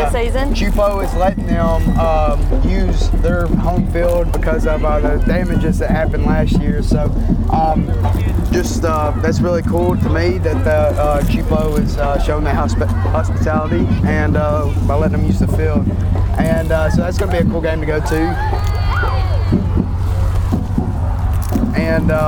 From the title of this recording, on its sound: Live from the homecoming parade!